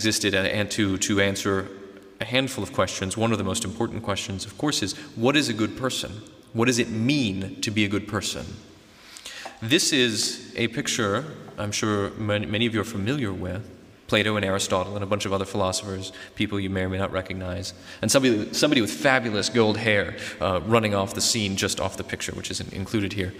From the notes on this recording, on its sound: This episode is a recording of a talk given in November 2019 at International Theological Institute in Trumau (Vienna), Austria.